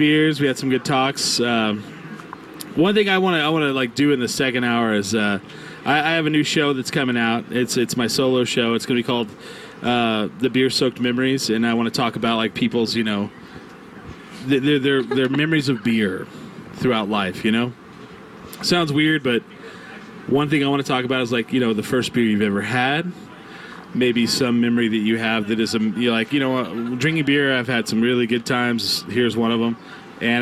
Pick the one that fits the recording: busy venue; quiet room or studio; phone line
busy venue